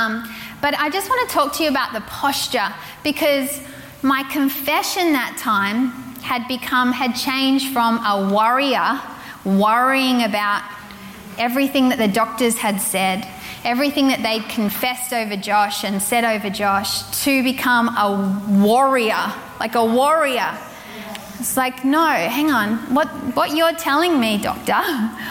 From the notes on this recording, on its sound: Recorded from Zion Church’s Sunday Service on the Gold Coast, 4pm at Burleigh Waters Community Centre on the 8th of May 2022.